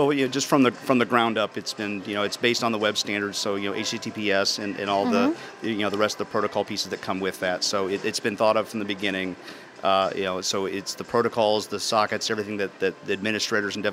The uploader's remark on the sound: archive of a livecast from the Intel Developer Forum